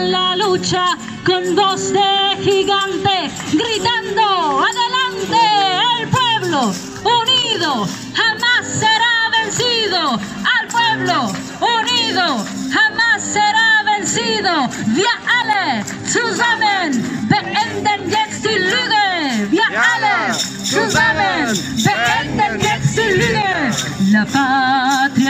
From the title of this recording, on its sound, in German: Live Musik & Party mit der Streetband